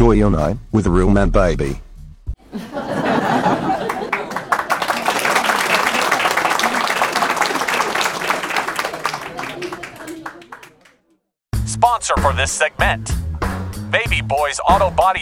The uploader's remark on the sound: We're at the Digital Barnyard Comedy Club in Lexington Kentucky